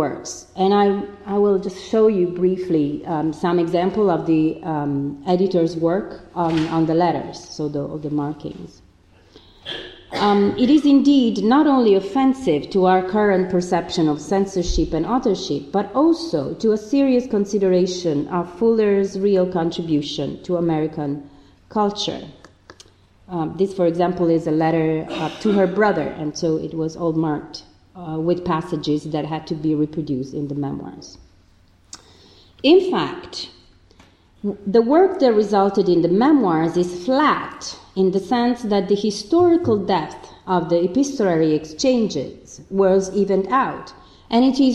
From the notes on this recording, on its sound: This podcast is one of ten podcasts recorded at the 'Silence in the Archives' conference hosted by the Oxford Centre of Life-Writing at Wolfson College, Oxford on 7 November 2015. This set of three lectures on ‘Representation, Reputation and Manipulation', were delivered as part of Panel 1a.